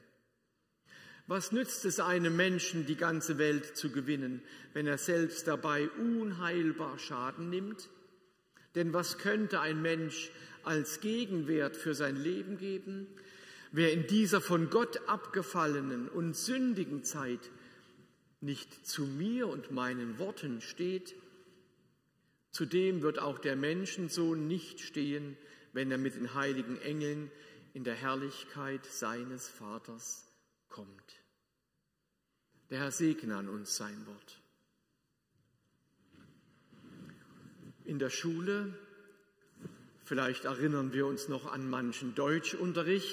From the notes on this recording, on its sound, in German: Predigt aus der Lutherkirche Plauen.